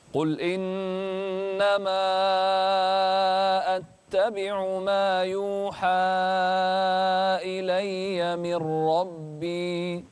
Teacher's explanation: فخم الراء من ربي